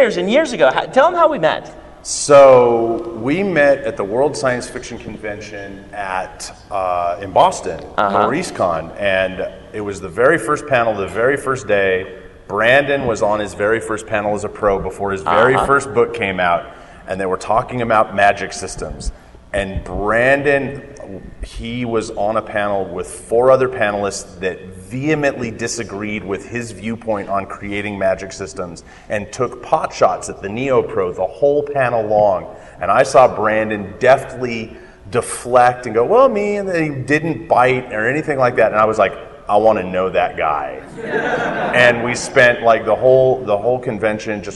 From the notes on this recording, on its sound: at FantasyCon/Westercon 67 before a live audience